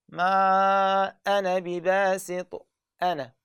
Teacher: بالاتصال هاي الالف اللي عليها صفر مستطيل عند الاتصال يسقط